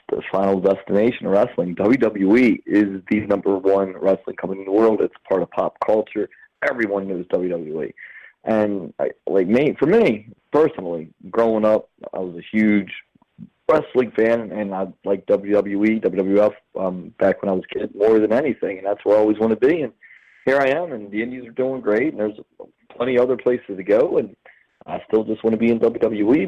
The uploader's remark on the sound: had to phone it